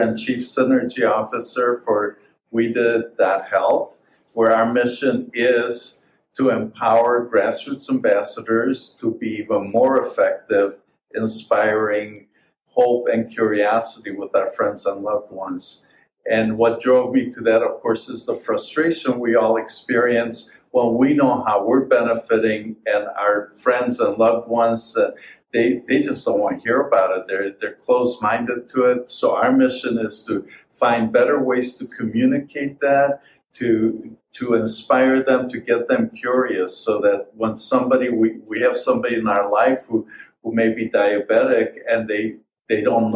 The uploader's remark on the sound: on-location interviews from the National Health Association Conference